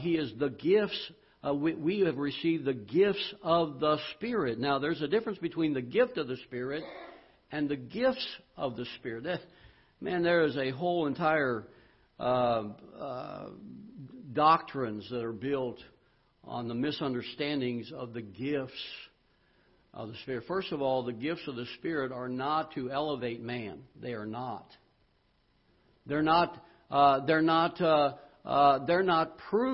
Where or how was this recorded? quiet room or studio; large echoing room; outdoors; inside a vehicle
large echoing room